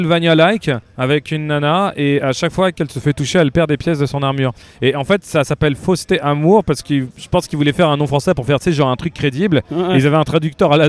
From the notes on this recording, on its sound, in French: Lors de la Retrogaming Play, notre équipe a enregistré une série d’interviews